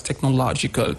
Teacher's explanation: On the syllable low, we have this stress